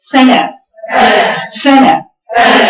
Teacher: مخرج الفاء ما بين باطن الشفا السفلى واطراف الثنايا العليا